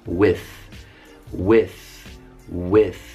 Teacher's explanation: Si mette semplicemente la lingua tra i denti, così, e poi devi soffiare e avrai creato la maledetta TH in inglese così questo è non vocalizzato